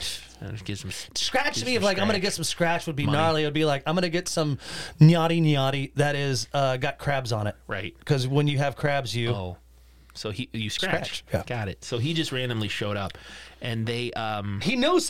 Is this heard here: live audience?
no